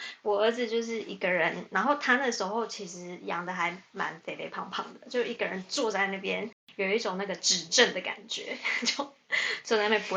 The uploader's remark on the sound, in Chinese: 本集內容有一些小孩子的背景音。此音檔是由club house直播中錄製的。故音質無法與專業麥克風及錄音室錄製比較。